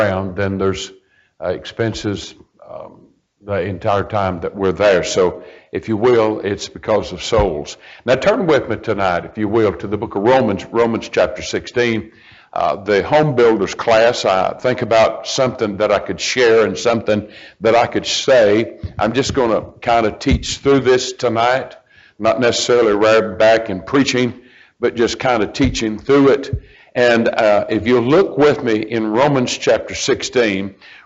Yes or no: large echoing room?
yes